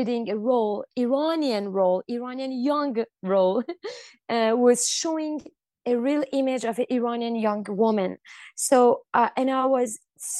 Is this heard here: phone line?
no